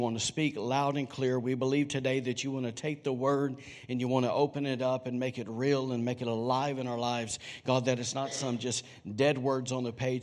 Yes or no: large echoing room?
yes